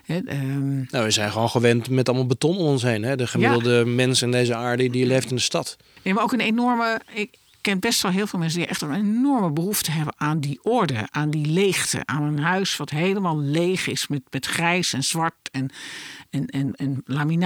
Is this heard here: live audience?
no